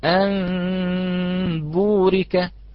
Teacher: وتجعل المنطبق من الشفتين في الباء أدخل من المنطبق في الميم